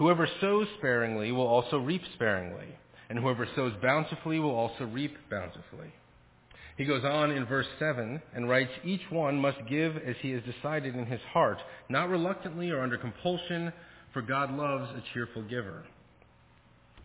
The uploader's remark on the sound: Faith Presbyterian Church – Evening Service